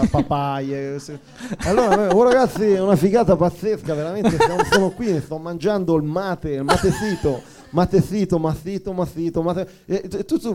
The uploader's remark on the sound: Registrazioni LIVE al GhePensiMi e partecipare come pubblico (ingresso gratuito fino a esaurimento posti). Live dal GhePensiMi.